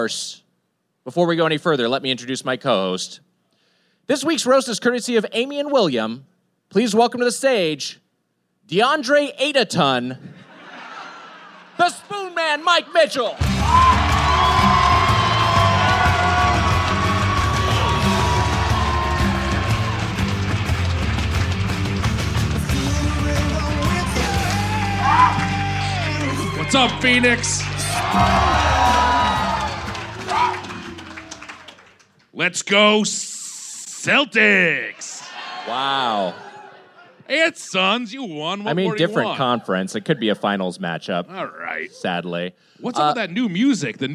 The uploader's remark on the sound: Recorded live at Stand Up Live in Phoenix 4/28/22.